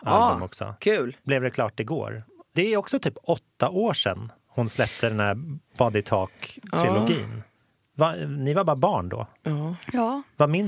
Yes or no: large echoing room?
no